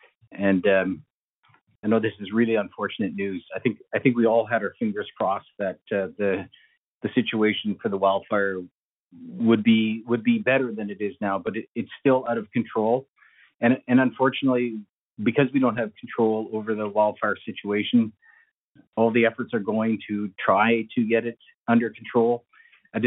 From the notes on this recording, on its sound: Albertans evacuated due to the wildfires are invited to join a nightly telephone town hall for situation updates and answers to questions.